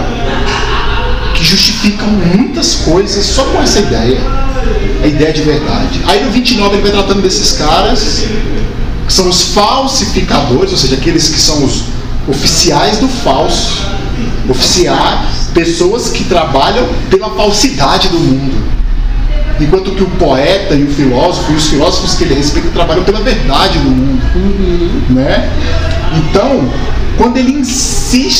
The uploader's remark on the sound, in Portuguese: O segundo áudio foi gravado no encontro, podemos ouvir as vozes dos 7 participantes do encontro.